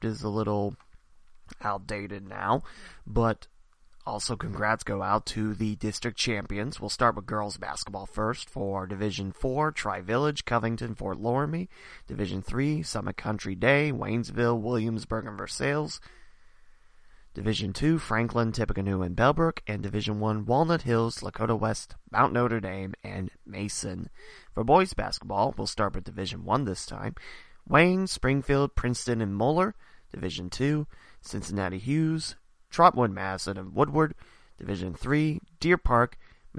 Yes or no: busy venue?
no